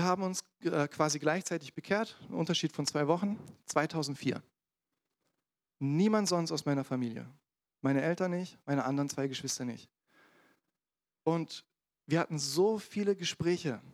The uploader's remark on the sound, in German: in der Gemeinde Kaleo Schopfheim aufgenommen.